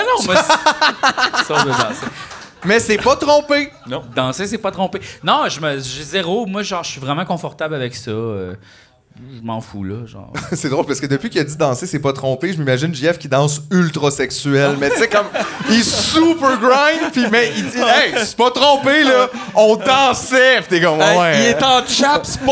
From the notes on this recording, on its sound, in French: Épisode enregistré le 22 février 2023 au chic Verre Bouteille à Montréal.